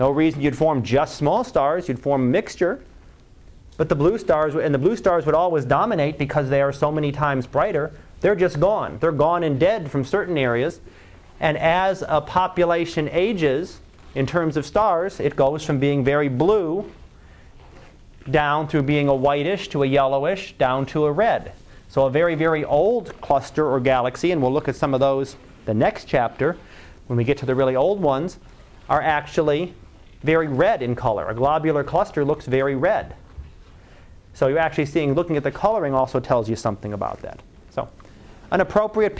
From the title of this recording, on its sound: Live Class Lecture